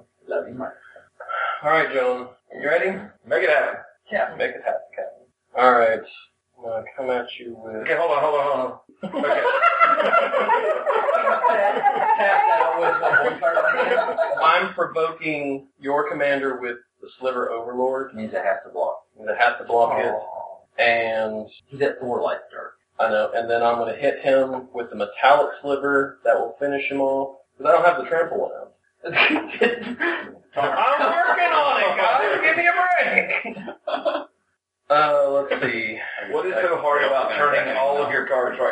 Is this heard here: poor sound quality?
yes